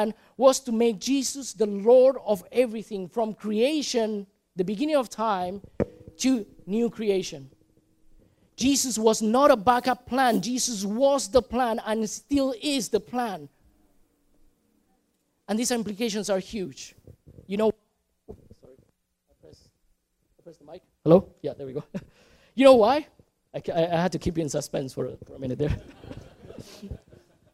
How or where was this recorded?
large echoing room